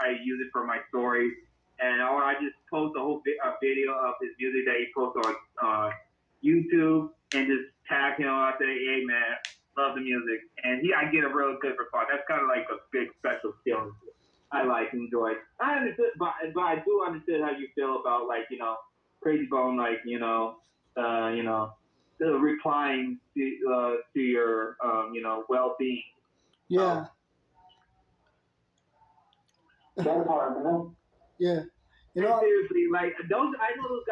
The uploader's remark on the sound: on an over the phone recording session